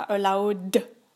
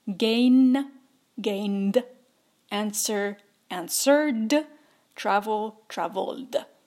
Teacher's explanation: allow, le passé, ce sera allowed, parce que c'est voiced